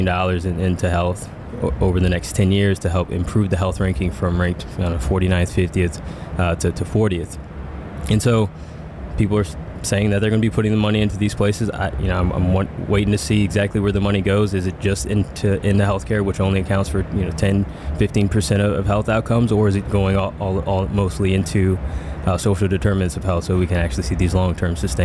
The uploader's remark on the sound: mini episode of the podcast recorded at HLTH in Las Vegas